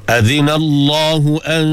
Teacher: dengung dua harakat nun mati jumpa dengan ta, ikhfa hakiki.